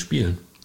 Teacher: Es ist fast kein E mehr da.